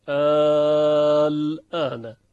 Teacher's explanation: و اما در ارتباط با مد لازم، باز اختلاف میان حفص و شعبه وجود نداره در مورد مد لازم، حالا اهم از این که مد لازم کلمی باشه، یعنی مد لازم در یک کلمه باشه مثل الان که داره مد لازم هست و به میزان 6 حرکت امتداد پیدا میکنه، یعنی به طول، چون میدانید که مقدار مد اگر طول باشد برابر با 6 حرکت است بر اساس معیارهای معاصر و متأخرین.